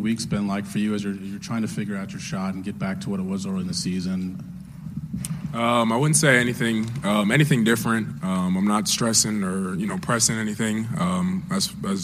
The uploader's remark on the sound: Postgame Audio From Kansas 2nd Round Win over Creighton. Hear the full post-game press conference.